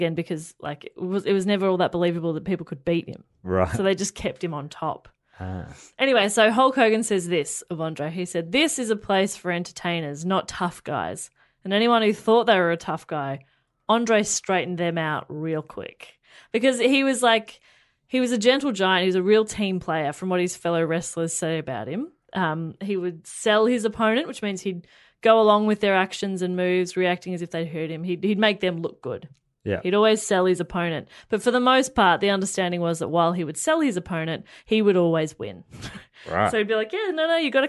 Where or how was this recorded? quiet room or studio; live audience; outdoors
quiet room or studio